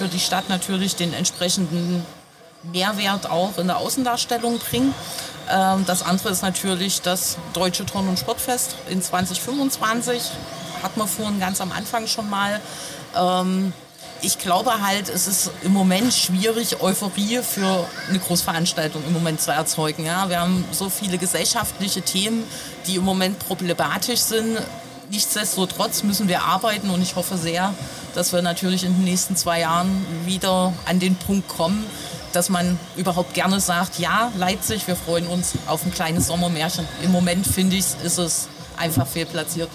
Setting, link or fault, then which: setting, busy venue